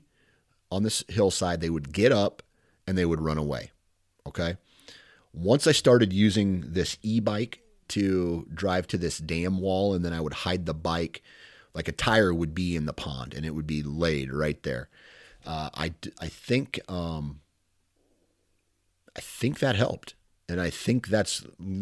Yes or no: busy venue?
no